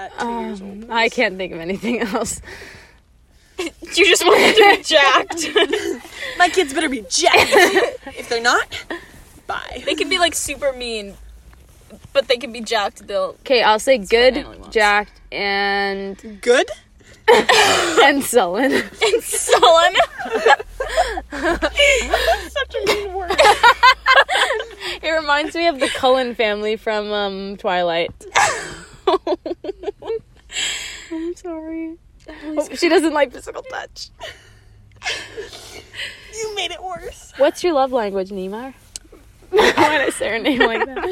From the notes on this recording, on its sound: After a celebratory dinner we sit in the car.